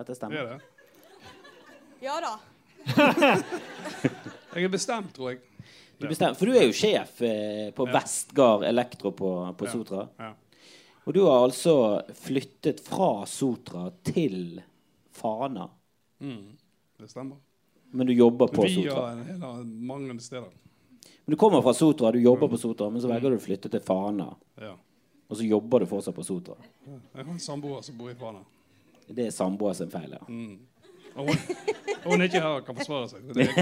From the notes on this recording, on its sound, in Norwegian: LIVE på Lille Ole Bull. Rett før jul hadde pikene liveshow.